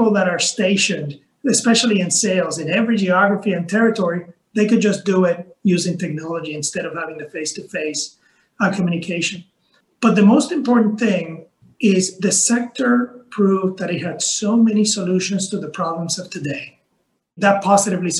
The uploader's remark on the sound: In a special conversation, originally hosted at ILPA’s Virtual Summit last fall